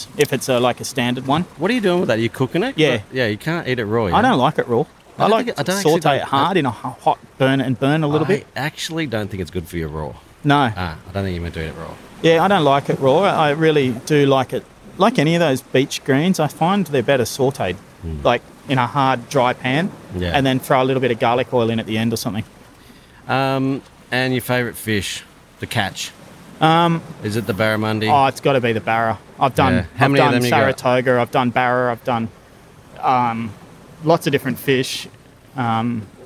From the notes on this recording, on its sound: This Prodcast was recorded before the Covid-19 outbreak in Australia. We recorded this episode on the edge of the Sydney Harbour with views from the city to Sydney heads.